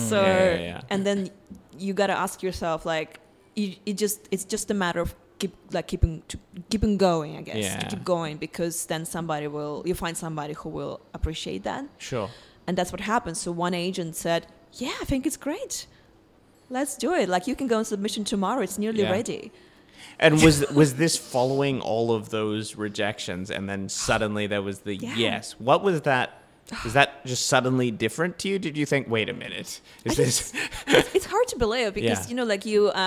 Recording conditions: live audience